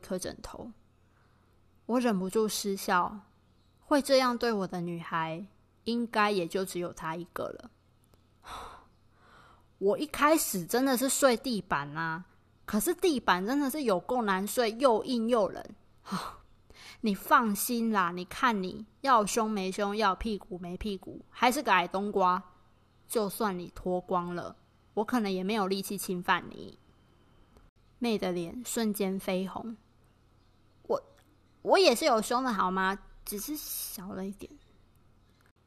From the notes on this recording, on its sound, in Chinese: 本集錄音時雨勢磅礡，有較多雜音，請多見諒。